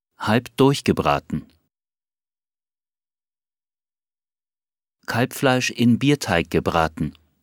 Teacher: B. D. G. S. Am Wort- und Silbenende. Hart.